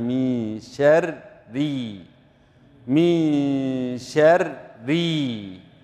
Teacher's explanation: الراء هنا مشددة بكسر فهي مرققة، فالراء الساكنة مرققة والراء المكسورة أيضا مرققة، مولش من شر ري وإنما مي شر ري، مي شر ري.